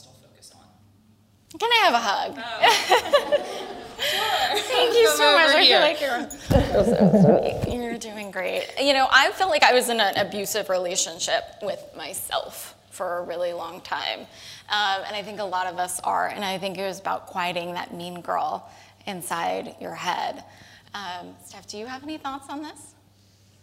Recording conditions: live audience